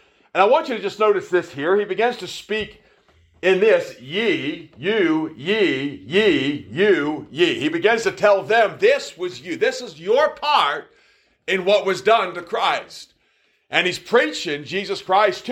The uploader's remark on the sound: Preached at the Anchor Baptist Church in Wellsville, NY